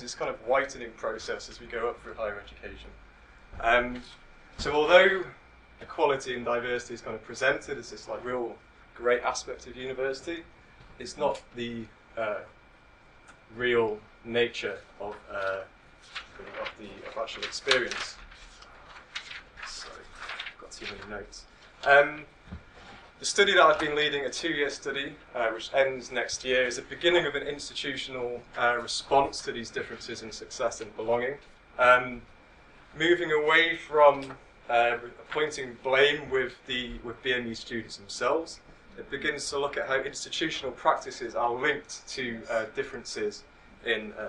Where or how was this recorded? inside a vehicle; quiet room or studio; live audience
live audience